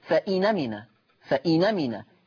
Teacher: من باب التخفيف والتيسير تحذف الهمزة ثم تنقل حركة الهمزة وهي الفتح إلى النون، فتصير فإنمنا، فإنمنا، يعني بمنتهى البساطة واليسر النون هتبقى مفتوحة، ما الهمزة كانت مفتوحة، فلما شلنا الهمزة وخدنا الفتح حطنا على النون فتصير النون مفتوحة، فإنمنا. · Term: النقل